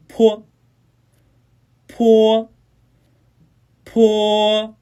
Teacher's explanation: 坡呢是双唇，送气音。发音的情形与波相同，只是爆破发音时啊，气流较强